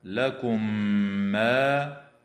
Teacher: الميم الساكنة في قوله تعالى لكم ألا وفي قوله تعالى عليكم إلا وفي قوله تعالى اضطررتم إليه حكمها الإظهار الشفوي. أما الميم الساكنة في قوله تعالى لكم ما فحكمها الإدغام مع الغنة بمقدار حركتين